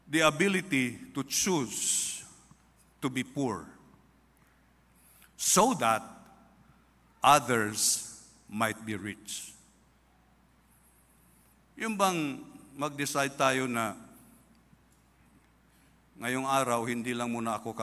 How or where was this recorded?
large echoing room